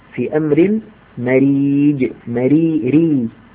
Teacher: فالراء المكسورة مرققة دوما · Term: راء مرقق